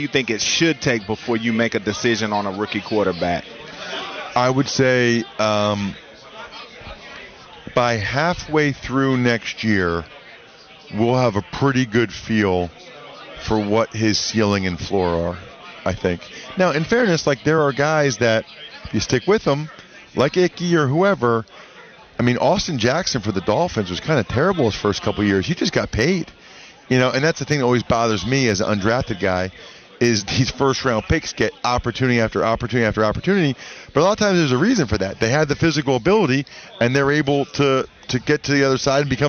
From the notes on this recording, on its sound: joins the show at Radio Row from the Army/Navy Game